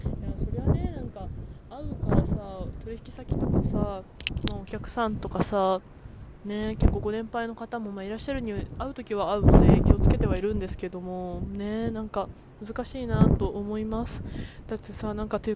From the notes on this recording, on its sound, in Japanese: From Radiotalk。友達を待ちながら外で収録したので風の音がうるさいです…すみません。